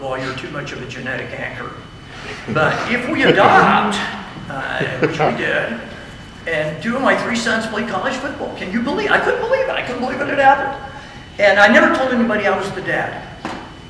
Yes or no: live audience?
yes